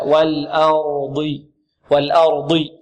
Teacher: نرقق اللام ونرقق الهمزة ونفخم الراء ونفخم ماذا؟ الضاد · Term: صفة الإطباق